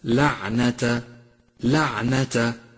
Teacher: احذر من اللحن في كلمة لعنة لعنة، ولاحظ فتحة التاء وإياك من ضمها فتصير لعنة، وهذا خطأ شائع.